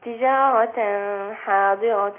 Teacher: تجارة تنوين بعد حرف الحاء، الحكم إظهار حلقي